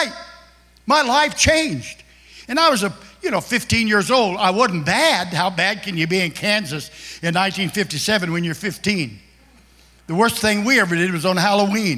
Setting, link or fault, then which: setting, large echoing room